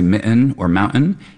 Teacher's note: A lot of us will just do a glottal stop there for that T. So we're doing the exact same thing as what someone's doing when they say mitten or mountain.